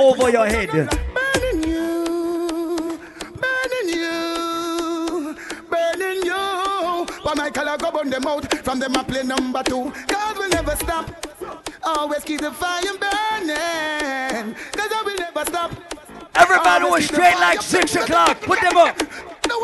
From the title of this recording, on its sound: LIVE AUDIO: ISLAND SATURDAYS 90s VS 2000s BASH